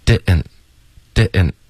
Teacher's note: 所以 didn't 会有一个喉音停顿 Didn't Didn't 然后 didn't 的特连到 you 的时候呢，我们就发 you.